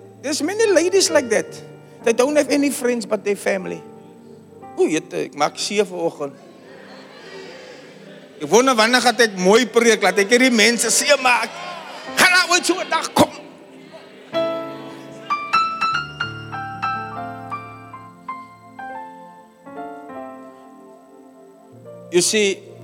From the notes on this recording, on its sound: Preached at Zion Sanctuary, Cape Town, South Africa on 25 June 2023.